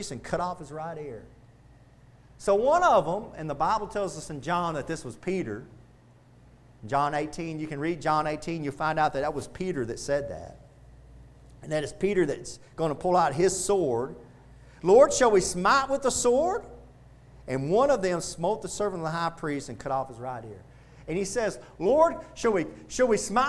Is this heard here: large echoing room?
yes